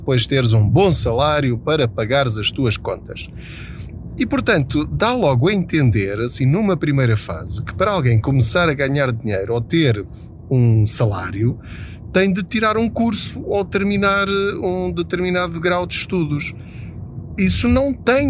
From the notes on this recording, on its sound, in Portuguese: Não ligue aos barulhos da viagem.